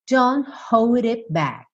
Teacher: A gente tem dois T's e um K que você não escuta direito.